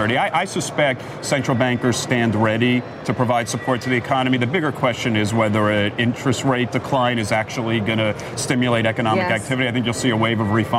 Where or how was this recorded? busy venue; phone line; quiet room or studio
busy venue